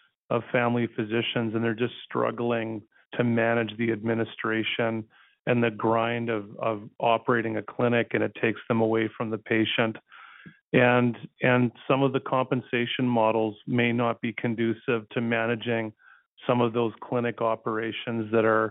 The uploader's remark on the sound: Health care professionals participated in a telephone town hall to help shape a stronger health system.